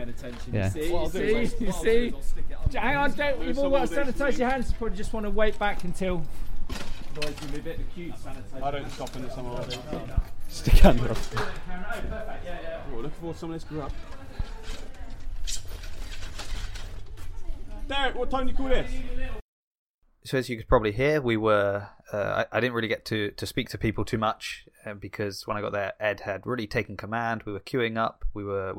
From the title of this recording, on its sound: Reporting live from the reopening of CrossFit Bath